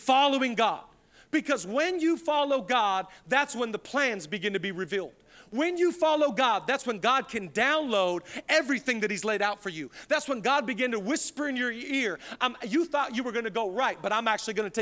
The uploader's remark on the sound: Zoe Church LA. Live from the El Rey Theater.